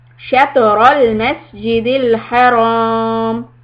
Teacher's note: You're going to stretch the ra fatha alif from 2 to maybe 4 harakat. And elongate it.